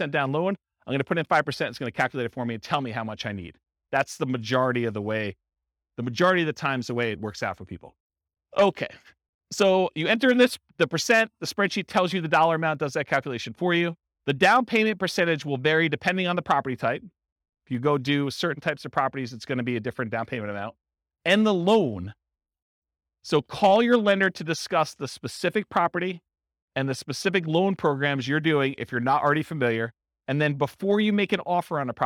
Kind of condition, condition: setting, live audience